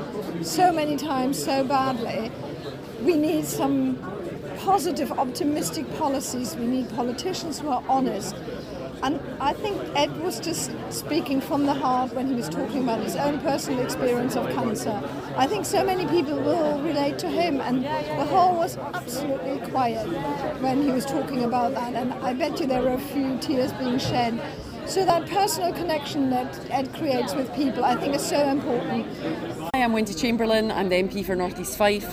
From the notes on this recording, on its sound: This episode is the first in a series of on-location special dispatches from the party conferences. In Bournemouth this weekend.